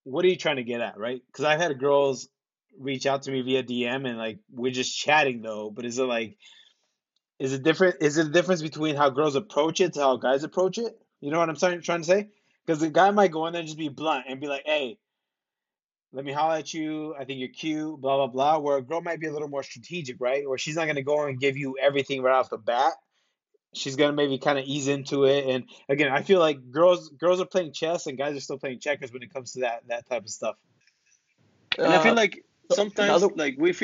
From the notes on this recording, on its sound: This was a Skype recording as we practice social distancing!